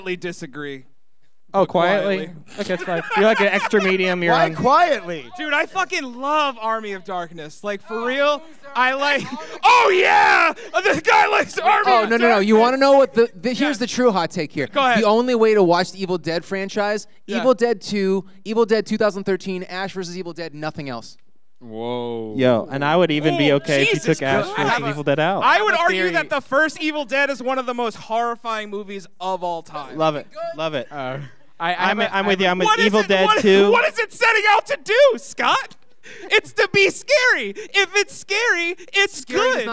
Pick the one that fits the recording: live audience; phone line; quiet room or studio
live audience